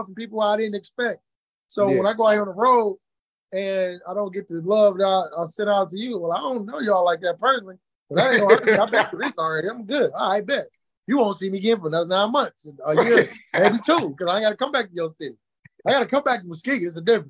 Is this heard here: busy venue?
no